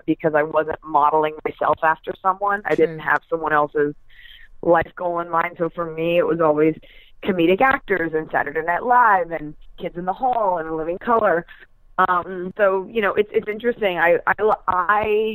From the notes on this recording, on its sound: Entertainment.ie's new phone interview podcast.